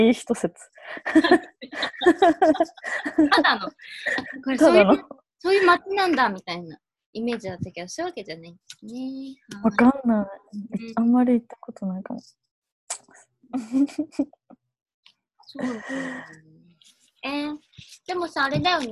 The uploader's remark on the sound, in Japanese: zoomで）